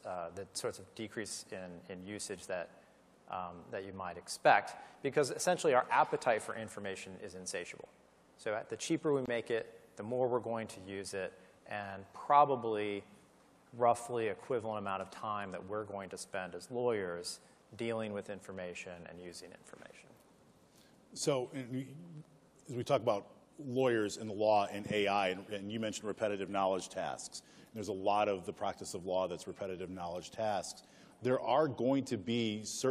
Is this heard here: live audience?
yes